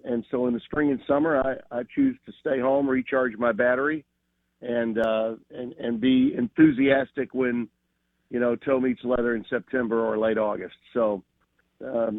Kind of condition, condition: link, phone line